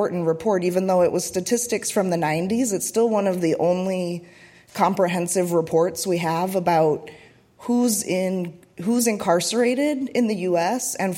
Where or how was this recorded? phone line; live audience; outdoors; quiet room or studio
live audience